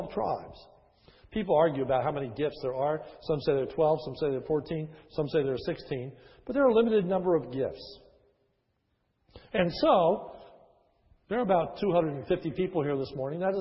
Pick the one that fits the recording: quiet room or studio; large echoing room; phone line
large echoing room